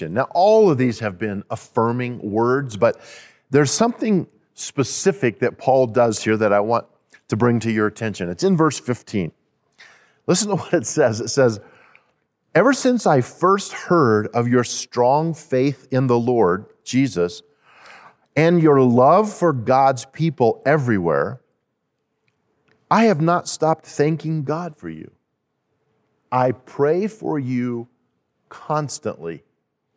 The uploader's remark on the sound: At Timberline Church. Live.